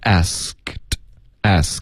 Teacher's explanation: 一个轻的浊辅音，就是一个的的的音，嗓子不震动